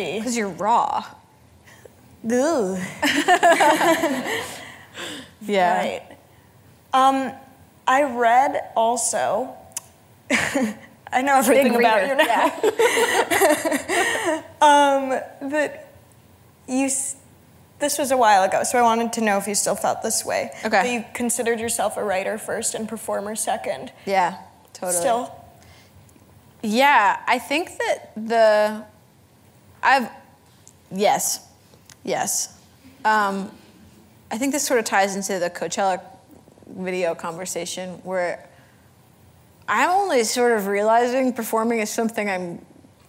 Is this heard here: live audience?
yes